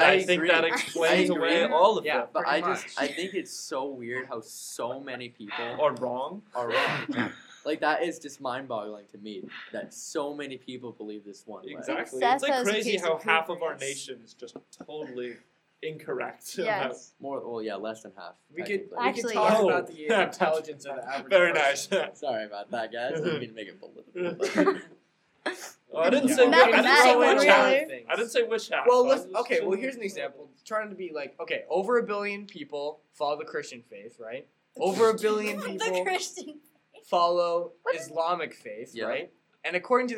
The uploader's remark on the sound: This one got messed up while recording, and kind of sounds like it was recorded inside of a vacuum cleaner. I did my best to clean it up while editing, but it's still rough.